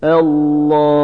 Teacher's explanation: Allahümme kelimesinde gunne harflerinden olan mim şeddeli olduğu için üzerinde daha çok durulduğuna dikkat edin.